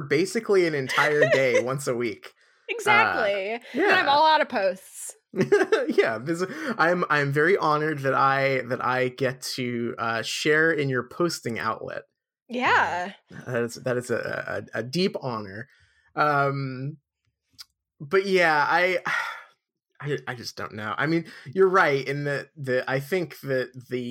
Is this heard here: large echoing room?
no